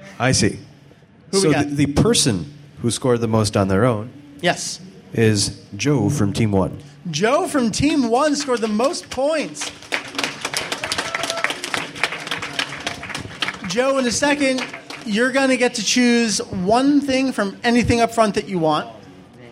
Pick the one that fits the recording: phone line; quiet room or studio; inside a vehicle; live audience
live audience